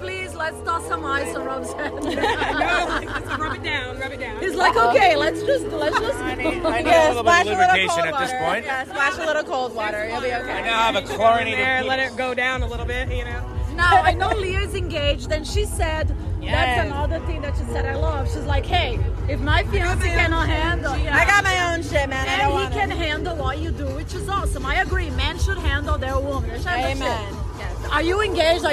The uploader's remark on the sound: LIVE EPISODE FROM THE HOTTEST POOL PARTY IN VEGAS.